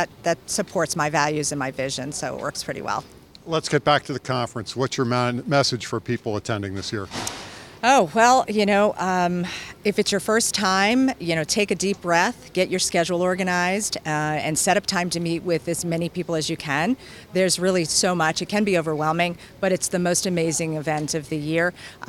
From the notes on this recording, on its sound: This year's event, held in Atlanta, should draw 9,000 participants. Spoke with AM Best TV at RIMS' annual Riskworld conference, held in Atlanta.